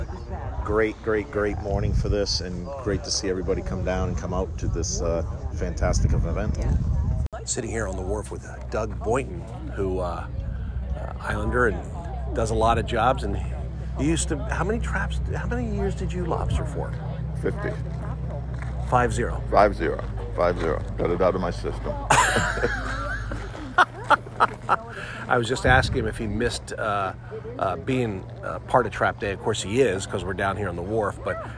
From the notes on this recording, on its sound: Trap Day Monhegan Island Maine 2022. Listen in to the voices of the island and sounds of Trap Day!